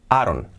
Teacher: La D de don't la vamos a hacer como una R suave